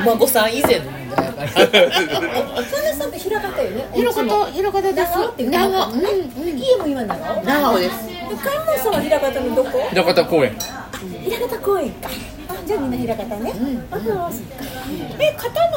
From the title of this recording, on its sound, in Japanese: 門真フグ「鉄砲」で収録